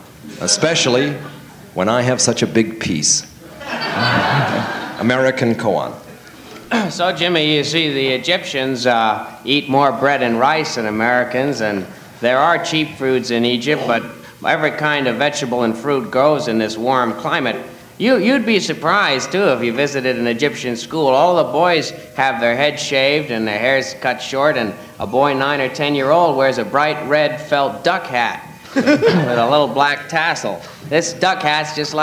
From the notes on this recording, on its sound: Live At The Ash Grove.